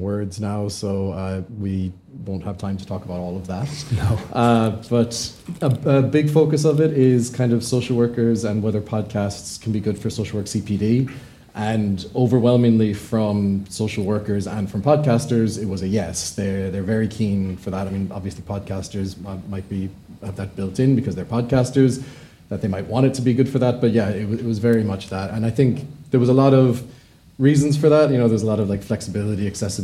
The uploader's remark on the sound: This very special episode was recorded live in front of an audience on Monday 12 June, ahead of the BASW UK conference at Conference Aston in Birmingham.